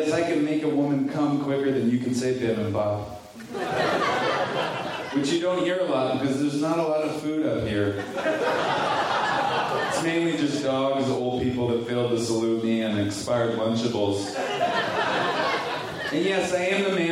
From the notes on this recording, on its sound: Recorded at SF Sketchfest, January 30, 2015.